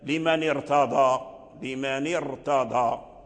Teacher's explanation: ارتضى الراء مفخمة، لماذا؟ لأن الكسر الذي قبلها عارض، عارض لالتقاء الساكنين، لمن ارتضى كسر النون لالتقاء الساكنين، أي لأجل الراء الساكنة، يعني كسر النون، هذا الكسر عارض ليس بلازم.